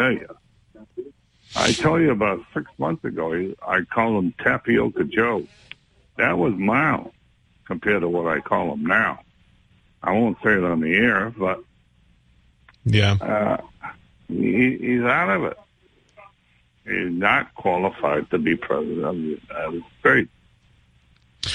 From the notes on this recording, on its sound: takes calls from the audience